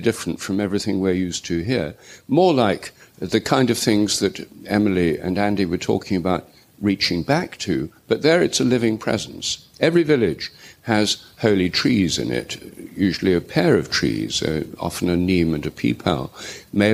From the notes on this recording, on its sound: The 2020 Oxford Real Farming Conference. Recorded at Oxford Town Hall.